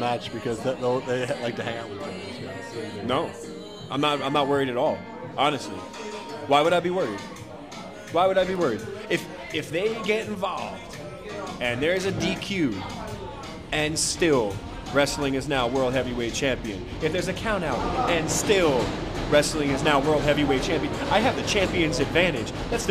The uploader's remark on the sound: Live from el bochitos.